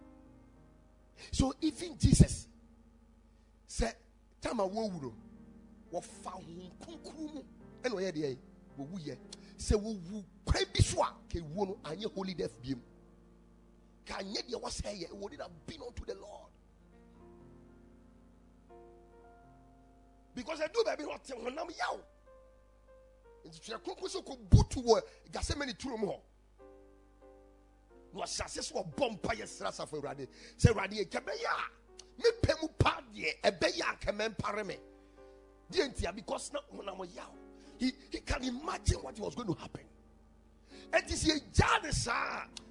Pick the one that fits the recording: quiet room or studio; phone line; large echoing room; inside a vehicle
large echoing room